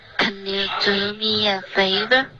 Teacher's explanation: 那个 can 的这个发音不要发成 cancan，OK，不是一个后鼻音的发音